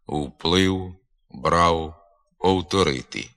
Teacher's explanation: На початку слова перед приголосним, у середині слова після голосного перед приголосним та в кінці слова після голосного звук «в» набуває більшої звучності і переходить у нескладовий голосний «у»